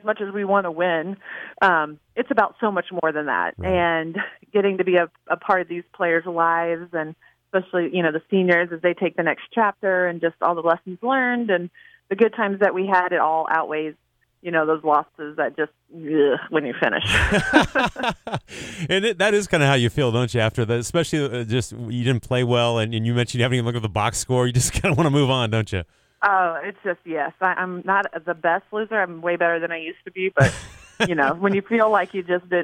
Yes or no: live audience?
no